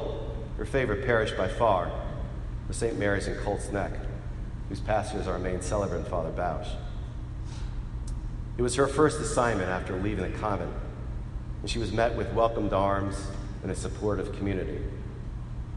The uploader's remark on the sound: Today, friends and family gathered together as we celebrated her life with a Mass of Resurrection at St. Paul Church in Princeton NJ.